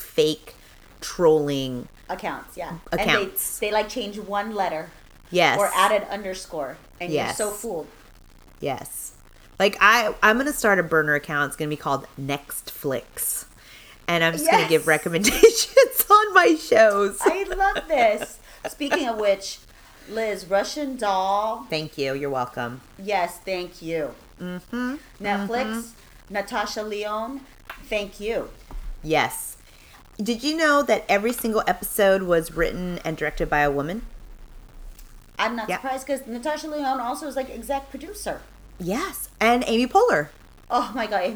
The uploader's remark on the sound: recorded in a different spot so it sounds crunchy and you might hear a car horn